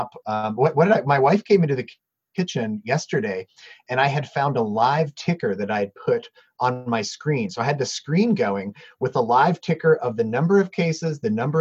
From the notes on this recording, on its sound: through the magic of Zoom